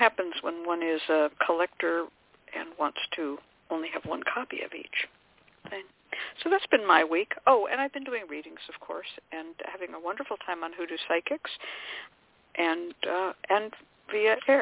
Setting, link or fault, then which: link, phone line